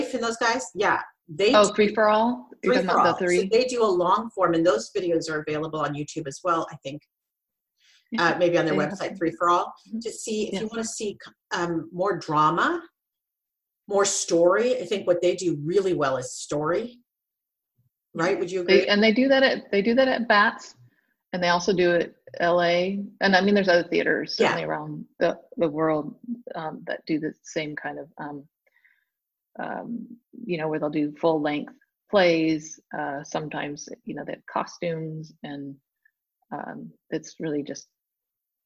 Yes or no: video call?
yes